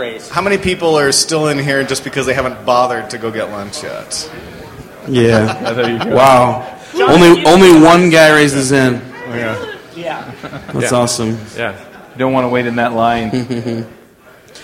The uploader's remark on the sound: Live from ng-conf 2015! Live from ng-conf 2015!